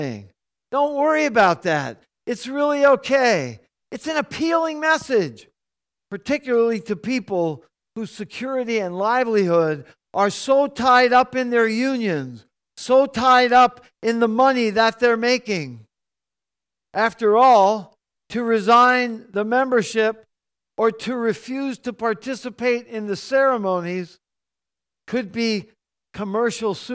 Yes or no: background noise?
no